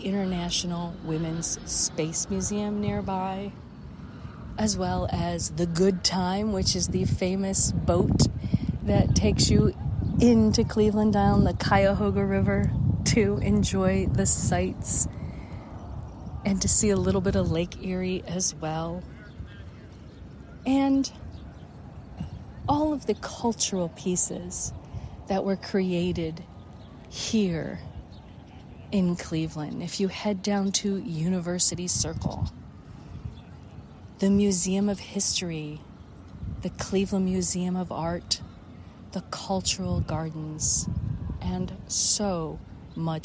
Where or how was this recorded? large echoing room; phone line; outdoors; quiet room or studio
outdoors